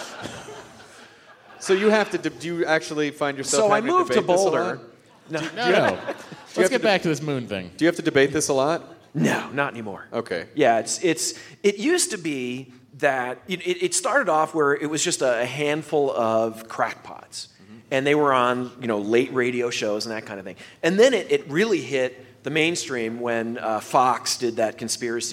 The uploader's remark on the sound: It's the Nerdist podcast live from beautiful Boulder, Colorado!